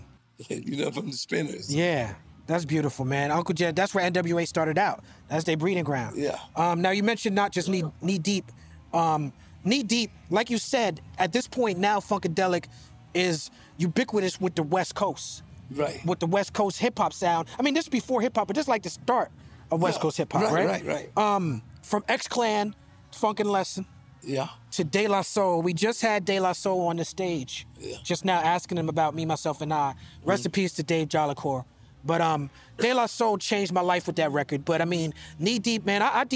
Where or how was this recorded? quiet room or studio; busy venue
busy venue